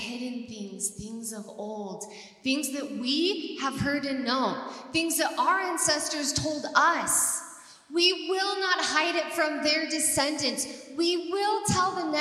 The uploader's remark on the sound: TCN Conference. This content is from our first City Network Conference in 2022.